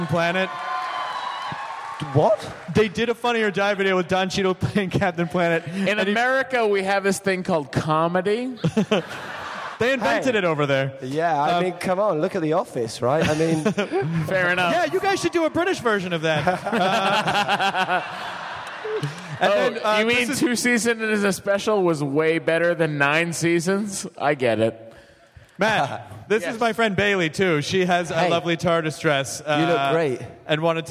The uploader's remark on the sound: Live from SDCC 2013! It's the Nerdist live from the Balboa Theater in San Diego again!